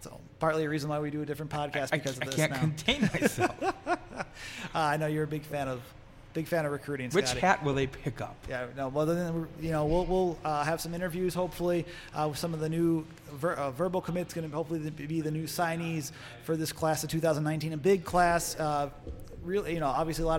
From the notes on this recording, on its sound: We are LIVE from Bierock on Tuesday night.